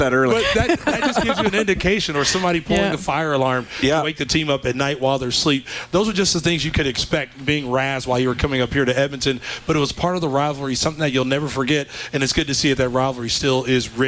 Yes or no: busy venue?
yes